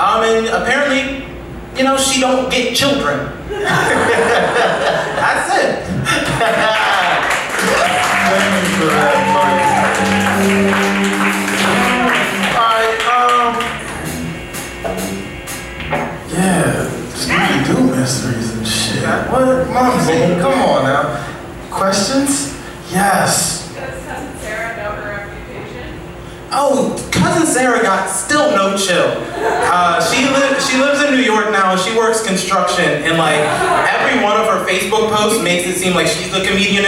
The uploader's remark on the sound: UCB AT SUBCULTURE BRINGS TO YOU ICMTU LIVE FOR THE NYCF. A special guest from the audience.